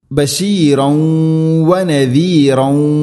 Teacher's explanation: ഇനി അർസൽനാക ബിൽ ഹഖി, ബിൽ ഹഖി, ഹ തൊണ്ടയുടെ മധ്യഭാഗം, ഹ he who ah, ബിൽ ഹഖി ഖാഫ് ഖാ ഖി ഖു അഖ്, ബിൽ ഹഖി ബഷീറൻ വ നദീറ, ബഷീറൻ തൻവീന് ശേഷം വ, തൻവീനിനെ വ എന്ന അക്ഷരത്തിലേക്ക് ഇദ്ഗാം ചെയ്യണം, മണിച്ചുകൊണ്ട് ഉച്ചരിക്കണം